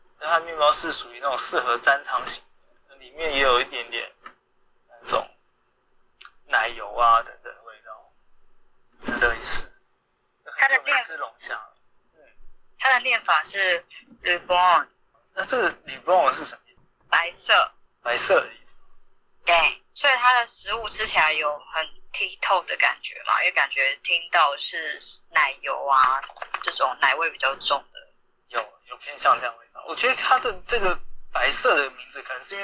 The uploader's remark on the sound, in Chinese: Clubhouse的電話錄音就是悲劇一場。